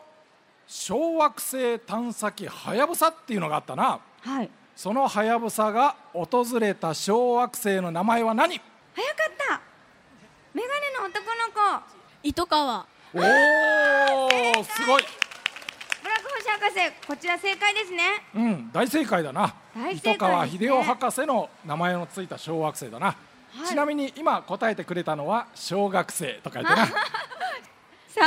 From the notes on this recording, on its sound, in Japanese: 8月14日に行われた「丸の内キッズジャンボリー」での公開録音